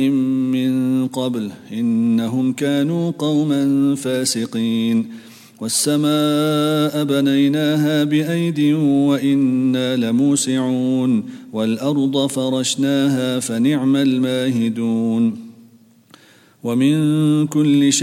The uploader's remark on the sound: at the Houghton Masjid (West Street)